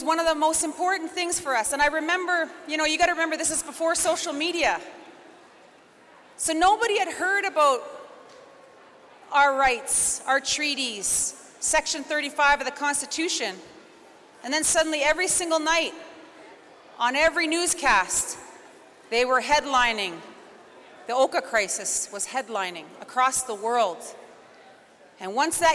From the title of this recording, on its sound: Recordings from the 2022 Siksika Health Fair